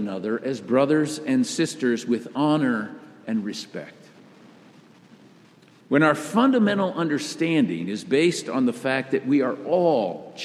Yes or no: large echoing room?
yes